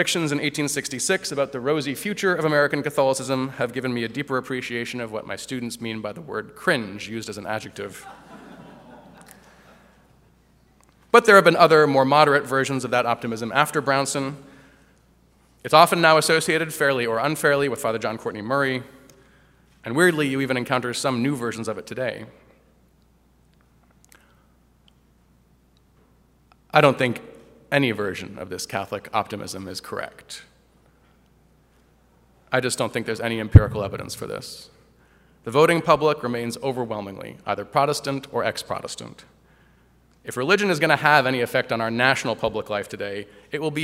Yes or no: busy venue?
yes